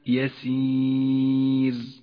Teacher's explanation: صارت الراء راء مرققة لأنها سكنت وجاءت قبلها ياء